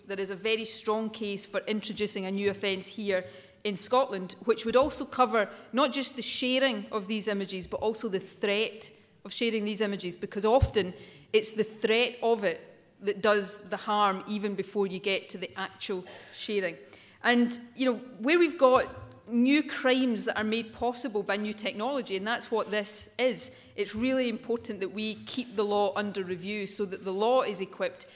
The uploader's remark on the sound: First Minister speech at the Scottish Women’s Aid conference, Edinburgh.